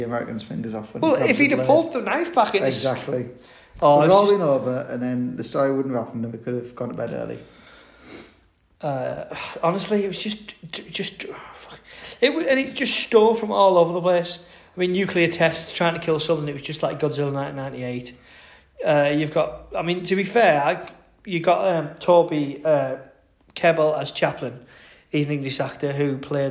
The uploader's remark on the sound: In an extremely echoey apartment.